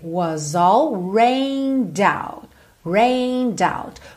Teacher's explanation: juntei was no all, o S ganhou som de Z.